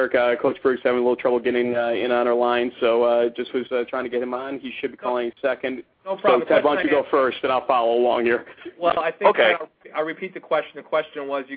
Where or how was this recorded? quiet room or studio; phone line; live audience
phone line